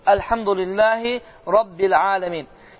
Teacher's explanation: ə deyil, amma boğazdan çıxan bir ə